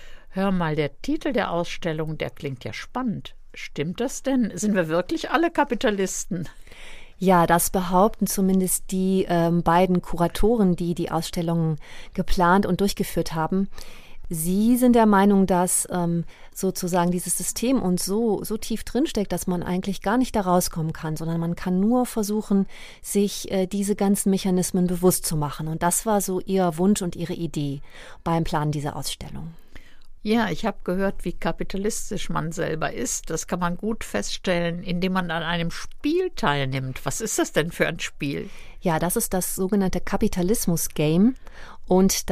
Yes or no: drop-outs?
no